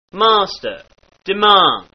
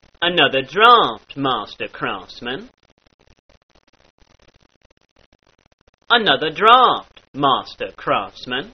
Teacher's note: The sound that's present in words like master and demand becomes an aw sound.